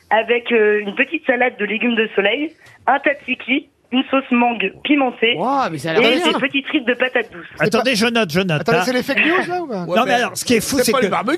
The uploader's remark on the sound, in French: les Grosses Têtes reçoivent au téléphone